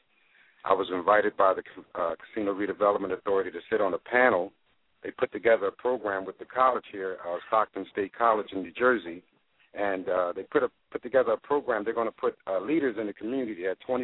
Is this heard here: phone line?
yes